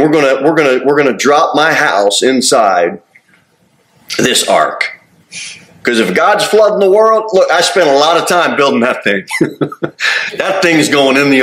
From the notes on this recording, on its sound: Sermon delivered at Pilgrim Baptist Church on Thursday, September 28, 2023, at 6-15 pm. Jere Whitson Rd. Cookeville, TN 38501.